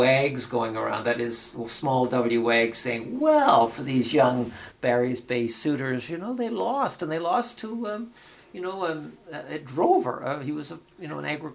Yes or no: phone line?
no